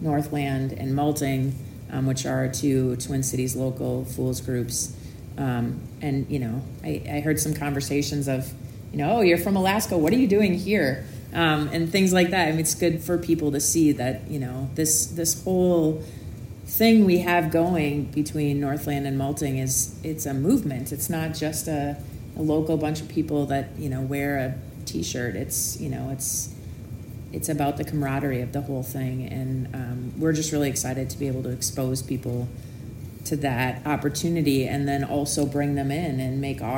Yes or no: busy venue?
yes